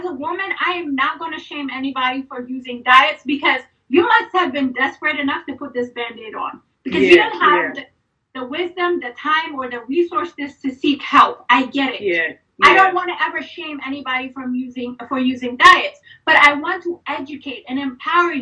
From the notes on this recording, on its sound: we are rewinding to the Women’s Wellness IG Live Series from March 2022